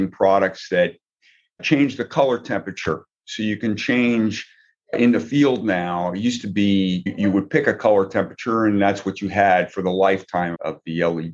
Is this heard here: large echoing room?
no